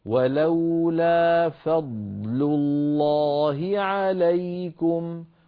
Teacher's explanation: لام فضل مرققة ثم لام لفظ الجلالة مفخمة هكذا. ولولا فضل الله عليكم، كل حرف يأخذ حقه.